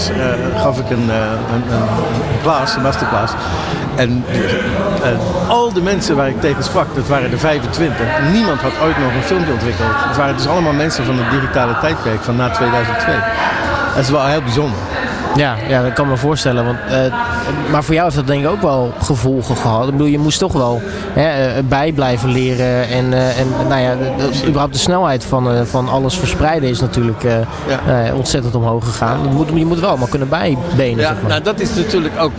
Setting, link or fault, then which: setting, busy venue